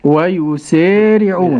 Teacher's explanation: بإمالة الألف بعد السين · Term: بالإمالة